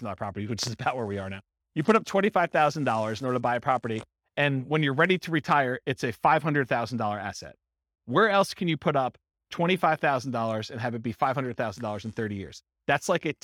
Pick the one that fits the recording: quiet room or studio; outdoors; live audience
live audience